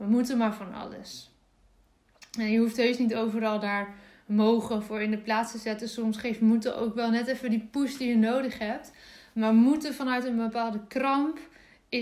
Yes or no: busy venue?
no